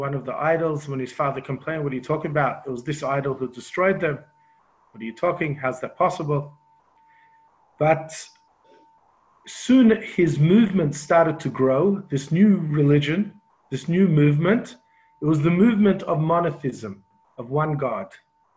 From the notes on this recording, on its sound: Zoom Class 5/10/20